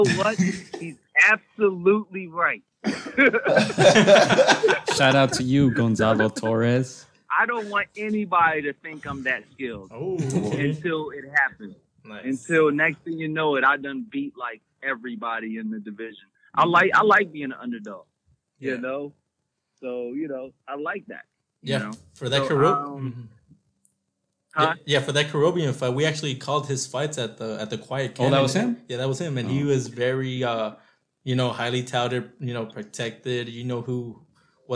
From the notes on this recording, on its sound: Plus, we are also joined via telephone.